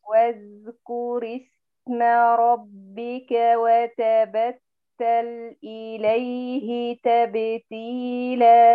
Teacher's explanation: فالذال والسين رخوان يعني فيهما جريان تام للصوت، يعني القارئ يضعف اعتماده على المخرج حتى يجري للصوت، وإلا